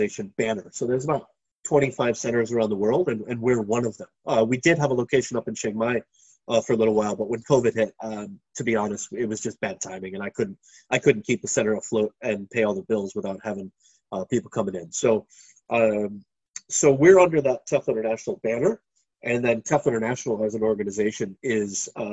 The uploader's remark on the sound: over the wonders of Zoom